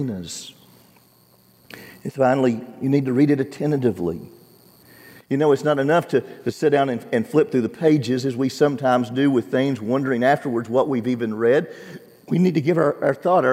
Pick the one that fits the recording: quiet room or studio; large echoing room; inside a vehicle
large echoing room